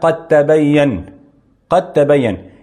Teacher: الدال مع التاء يعني يخرجان من طرف اللسان مع وصول الثنايا العليا، هذا الاتحاد أو الاتفاق. · Term: المتجانسان